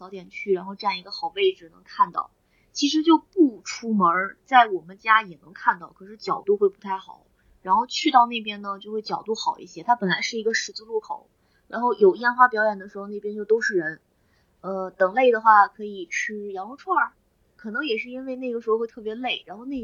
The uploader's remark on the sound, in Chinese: 音质稀碎警告：本期杂音较多，建议一个人的时候公放，使用耳机可能会伤害听力。